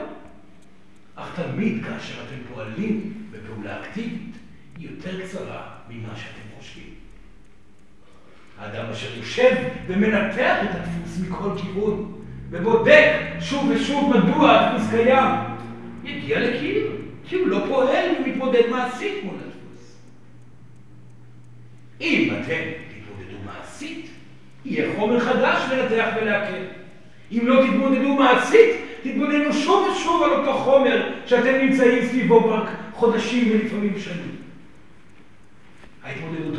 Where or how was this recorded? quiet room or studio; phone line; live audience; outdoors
live audience